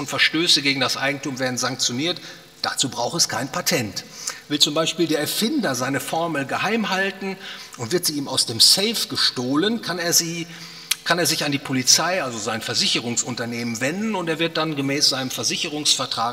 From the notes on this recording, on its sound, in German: aufgenommen auf dem Ludwig von Mises Seminar 2020